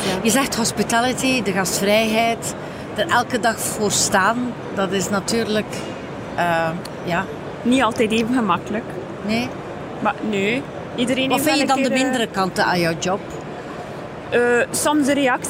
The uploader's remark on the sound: Horeca Expo Live